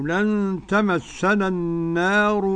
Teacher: النار هنا ليس فيها لا تقليل ولا إمالة